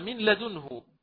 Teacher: الغنة أصلا تكون في كلمة في حرف النون، من الأصل فيه غنة، ولكن عندما أدخلنا النون هذا إدخالا كاملا في اللام لم يبقى لهذا النون، أو لم يبقى لهذه النون أي أثر، يعني لم يبقى لها غنة · Term: الإدغام الكامل بلا غنة